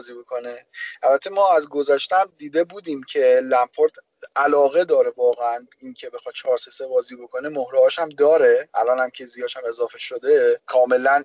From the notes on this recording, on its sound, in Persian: با توجه به اوجگیری شیوع ویروس کرونا و ضبط اسکایپی جداگانه هر بخش از پادکست تصمیم گرفتیم که به محض ضبط هر بخش در قالب یک قسمت مستقل آن را منتشر کنیم.